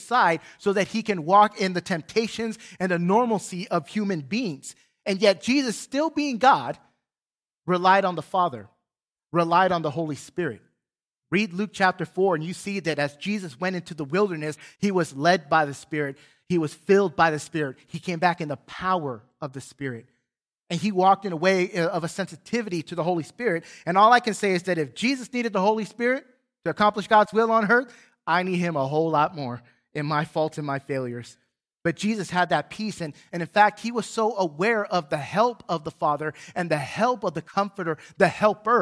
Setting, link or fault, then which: setting, large echoing room